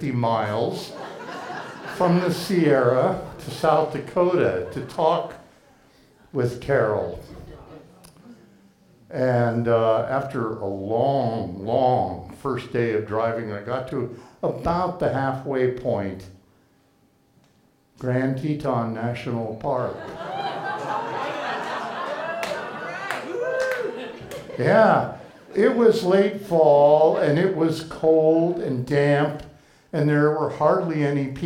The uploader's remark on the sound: live at The Fremont Theater in Portland, OR